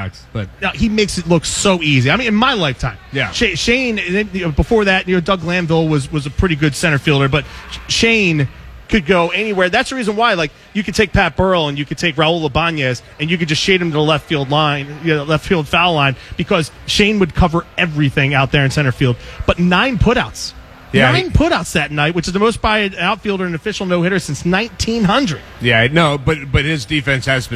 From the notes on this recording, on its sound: LIVE at Xfinity Live! In South Philly.